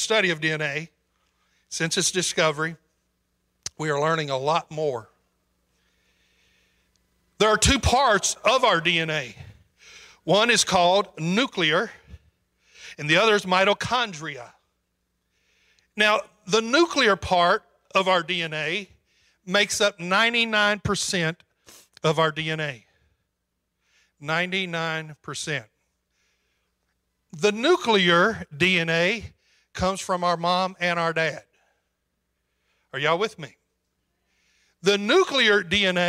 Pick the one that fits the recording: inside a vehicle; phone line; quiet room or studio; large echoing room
large echoing room